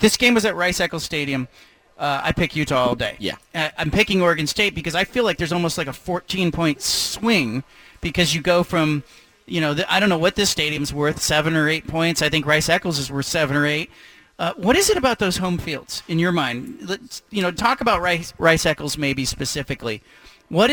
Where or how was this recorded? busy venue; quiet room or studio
busy venue